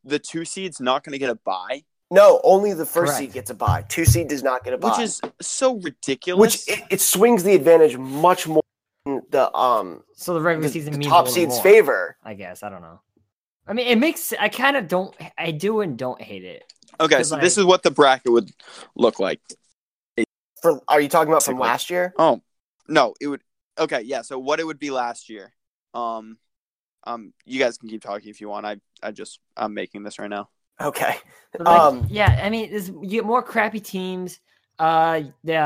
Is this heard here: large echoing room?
no